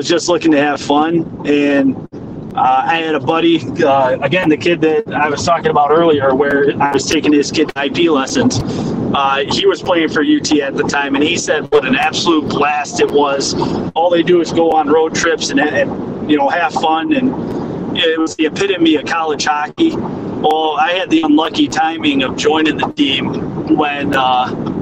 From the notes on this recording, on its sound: Audio is a little noisy as we had to do this episode "on the road"